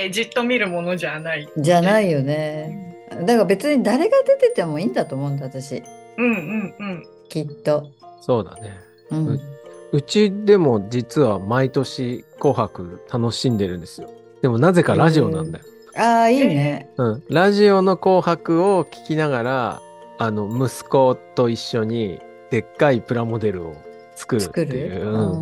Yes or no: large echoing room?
no